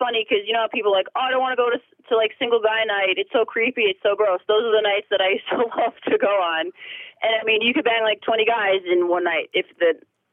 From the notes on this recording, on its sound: she called in to talk all about it